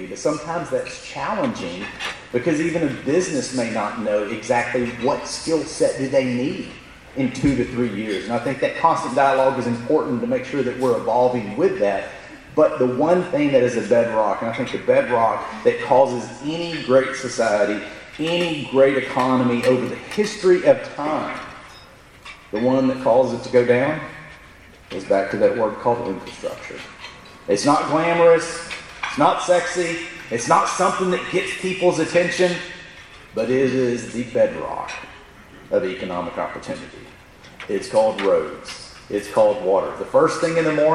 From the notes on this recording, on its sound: In Brownsville, Texas. Here is an audio recording of the Q&A session.